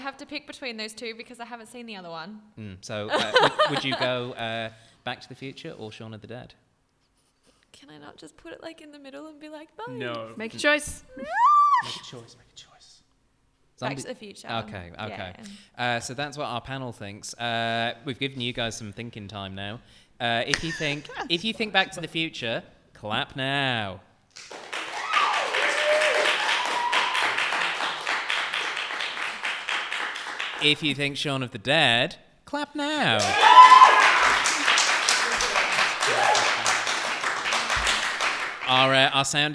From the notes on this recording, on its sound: CCUC Live! A live audience.